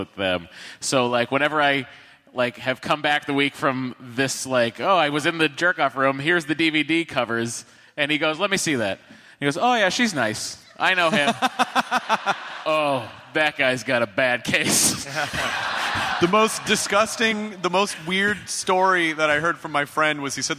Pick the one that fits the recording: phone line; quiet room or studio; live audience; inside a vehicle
live audience